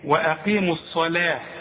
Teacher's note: التاء المربوطه دي اذا وقفنا هتتحول الى ه